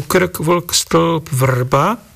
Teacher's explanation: Oproti tomu sa v texte vyskytujú slabičné spoluhlásky rl